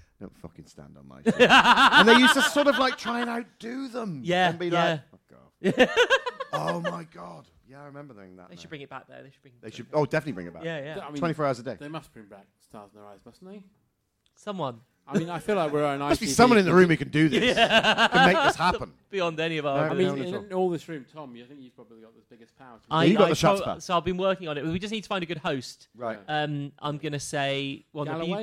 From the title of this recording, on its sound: Live at the London Podcast Festival 2022